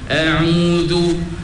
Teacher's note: Dia begini, dia kata, oleh kerana dua-dua tu makhraj halqi, hamzah pun halqi, ain pun halqi, jangan bertangga, jangan dia beza sangat antara sebutan ain dengan hamzah tu, maka dia sebut secara lembut saja, secara licin saja, a'udhu.